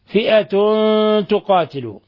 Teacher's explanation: تنوين ضم جاء بعده حرف التاء، الحكم التجويدي إخفاء حقيقي